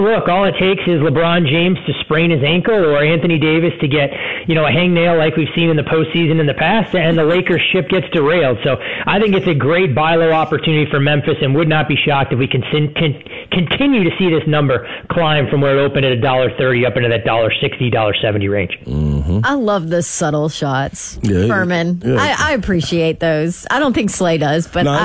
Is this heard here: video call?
no